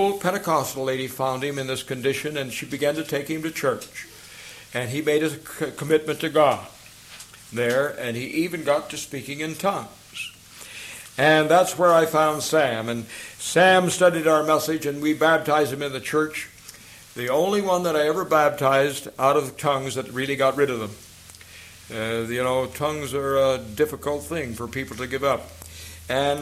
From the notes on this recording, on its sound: recorded at the Gazeley Bible Fellowship meeting, England